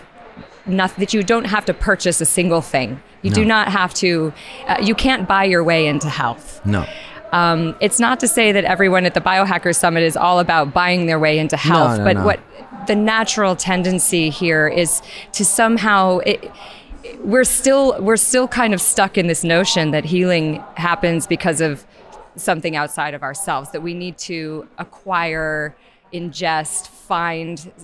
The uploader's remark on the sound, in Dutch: Deze KUKURU aflevering is opgenomen op het Biohacker Summit.